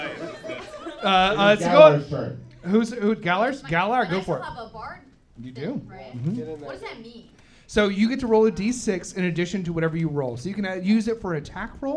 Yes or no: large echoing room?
yes